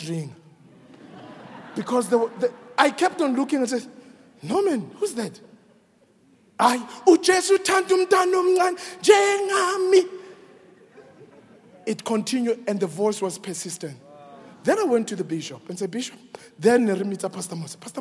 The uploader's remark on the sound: preached at Grace Bible Church Pimville on the 29th of May 2022 at the 7am Service